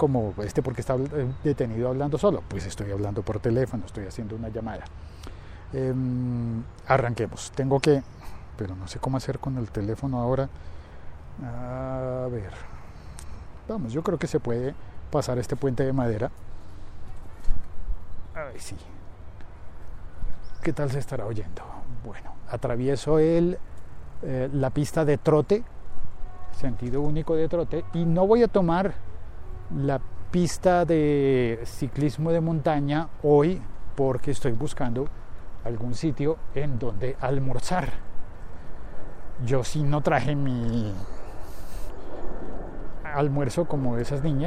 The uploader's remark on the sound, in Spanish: Hoy hice el podcast en bicicleta desde el parque Simón Bolívar de Bogotá